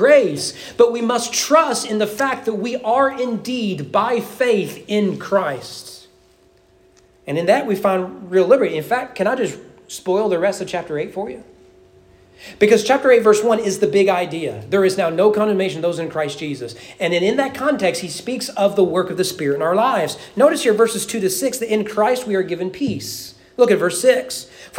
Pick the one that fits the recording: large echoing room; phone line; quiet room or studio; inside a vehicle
large echoing room